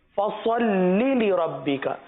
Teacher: فا کو باریک پڑھیں گے، صوت کو پر پڑھیں گے، فصلی لربک، صحیح ہے، فصلی لربک ہرگز مت پڑھیے گا، فصلی لربک، صحیح ہے، دونوں لام کو بغیر کھینچے پڑھیں گے.